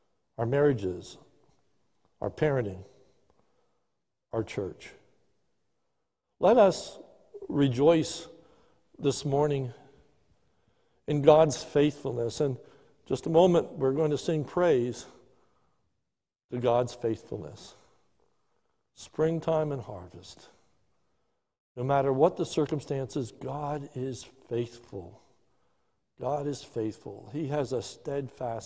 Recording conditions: large echoing room